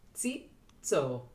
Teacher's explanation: There's a glottal stop at the end of Tsi.